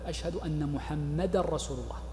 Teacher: ولذلك فإن قول بعض الشافعي أنه مبطل غير صحيح، فقد جاء في كتاب الله إظهار التنوين في هذا الموضع، لكن نقول الأفصح وليس نحلا أن المرأة يدغم التنوين في الراء بعده · Term: الإدغام